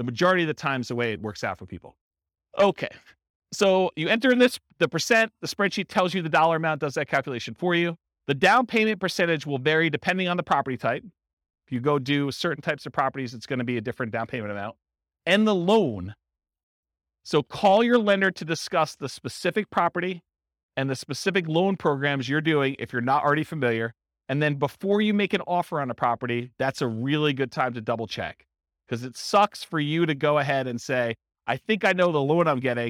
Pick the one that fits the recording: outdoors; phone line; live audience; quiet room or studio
live audience